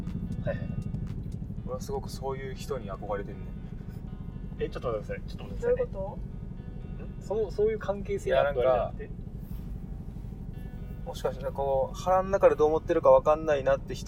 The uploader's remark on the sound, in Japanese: 車内で録音したので音質悪めです